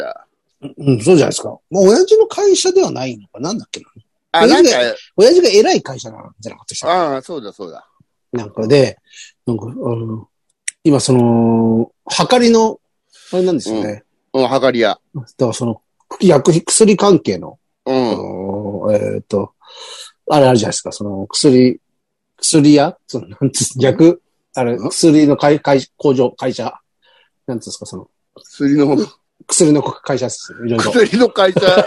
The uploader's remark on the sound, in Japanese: ZOOMで収録